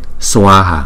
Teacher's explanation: Hai chữ a này đọc hai nhịp